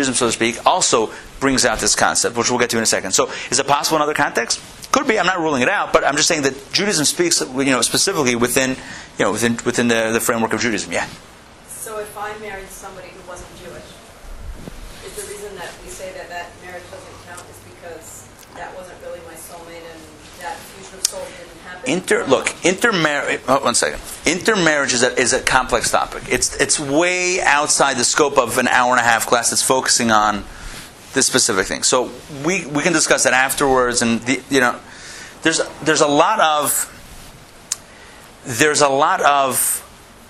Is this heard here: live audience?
yes